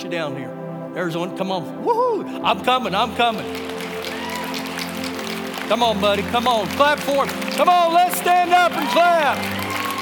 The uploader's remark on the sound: Recorded live during our Sunday morning service